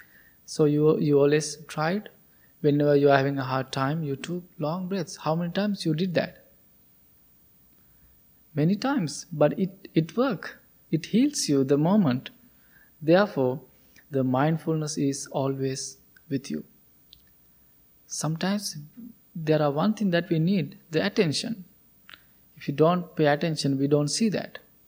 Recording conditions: large echoing room